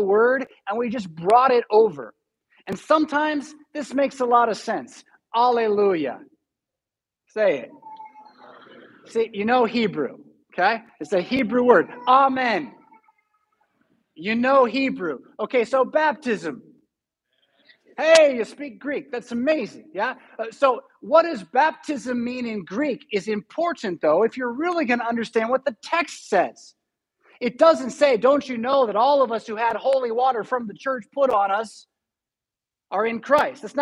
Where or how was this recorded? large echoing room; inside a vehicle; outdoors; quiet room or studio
large echoing room